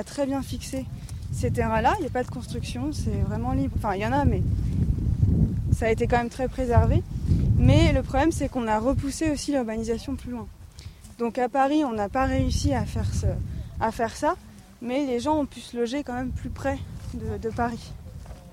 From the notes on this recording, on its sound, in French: Le podcast itinérant du très Grand Paris. Toujours à pied, toujours dehors.